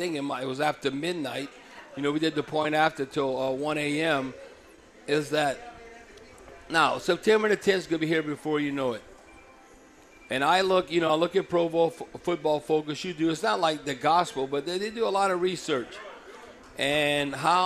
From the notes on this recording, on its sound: LIVE from the Silver Slipper Casino